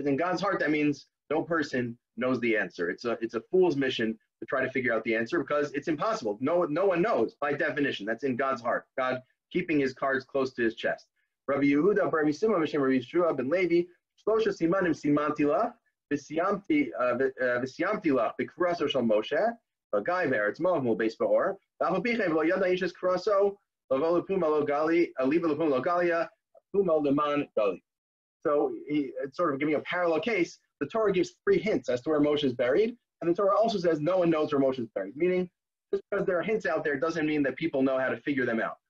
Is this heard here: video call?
yes